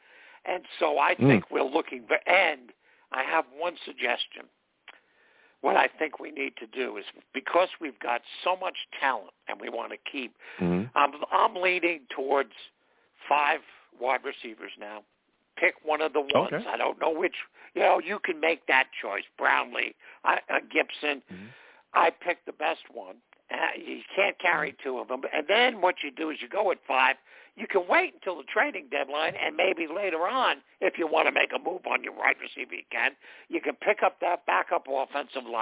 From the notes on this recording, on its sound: I take live callers!